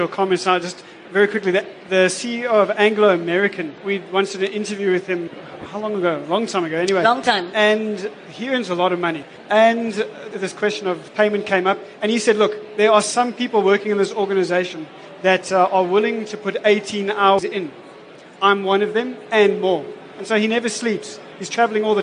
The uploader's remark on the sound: Our #FutureCEOs audience got to do just that during this interactive Career Advancement Masterclass, during LeaderEx 2016 at Sandton Convention Centre.